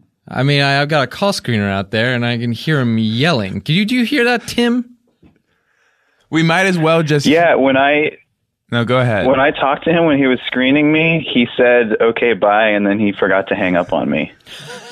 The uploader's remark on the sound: Call-in episode. Listeners call.